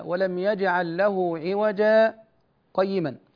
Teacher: حفص انفرد بالسكت على الألف في عوجا عند الوصل